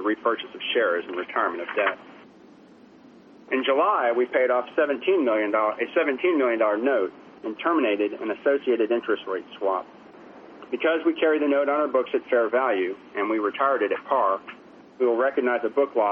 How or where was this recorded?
phone line